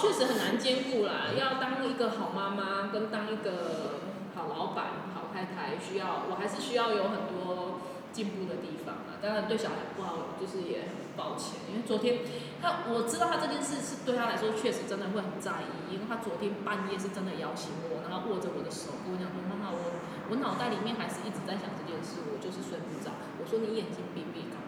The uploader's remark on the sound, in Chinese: 臉書同步直播。這集同步在FB直播，所以現場收音比較吵。